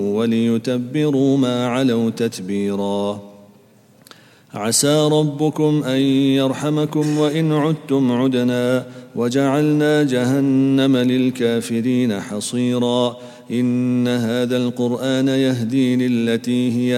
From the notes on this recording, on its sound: at the Houghton Masjid (West Street)